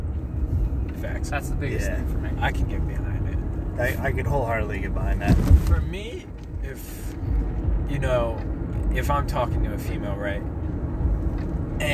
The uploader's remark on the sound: All while driving to some Lo-Fi tunes.